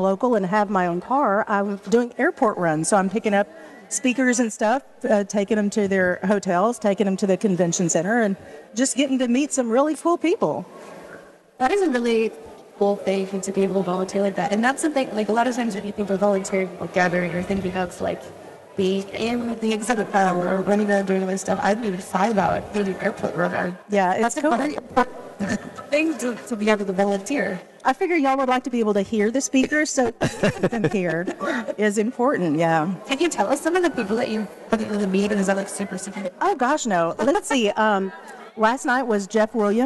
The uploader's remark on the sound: at the LCMS Youth Gathering in Houston